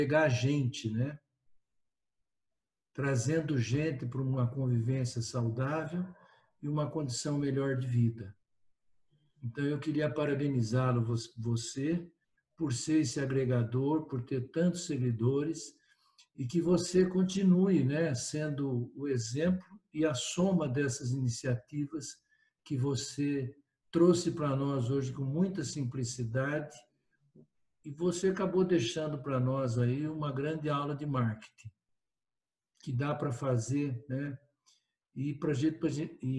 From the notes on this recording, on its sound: via ZOOM